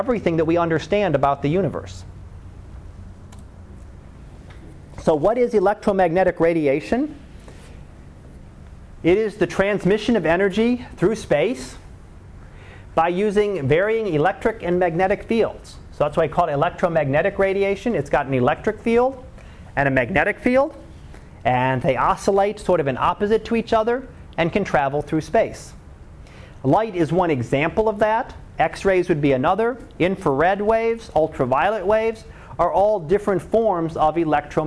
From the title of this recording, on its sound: Live Class Lecture